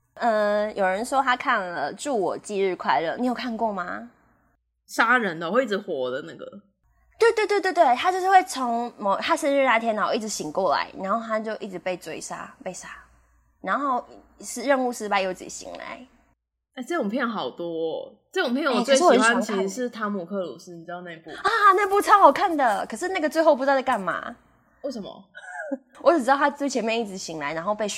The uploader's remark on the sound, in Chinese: 直播節目會有一些現場音或不可抗力干擾請大家原諒我們QQ。這集是之前錄的，有些聲音銜接還是挺明顯的。目前是在Wave語音直播平台播出。